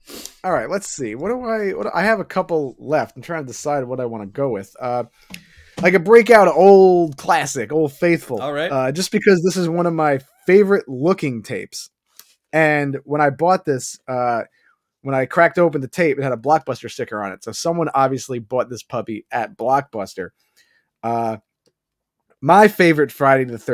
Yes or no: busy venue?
no